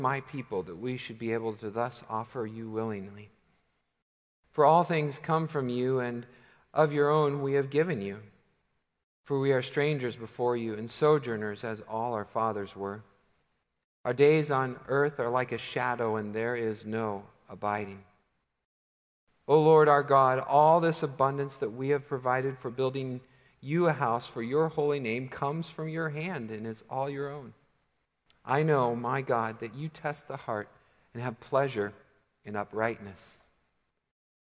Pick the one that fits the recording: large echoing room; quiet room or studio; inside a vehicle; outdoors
large echoing room